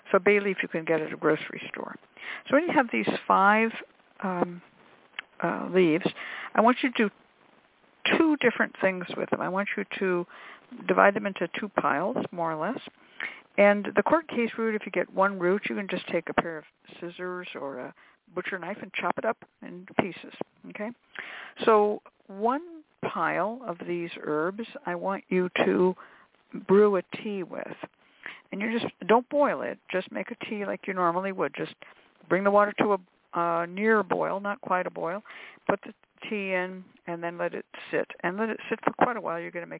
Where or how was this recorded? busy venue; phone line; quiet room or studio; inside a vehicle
phone line